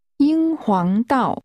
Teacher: The tones are high level, rising and falling.